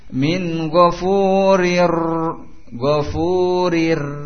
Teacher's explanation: adanya getaran ujung lidah antum ketika membaca ra, tetapi tentunya tidak lebih dari 3 getaran, tidak panjang. · Term: takrir